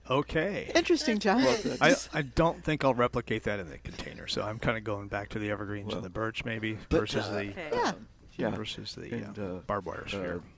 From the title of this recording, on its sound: Live at Prairie Gardens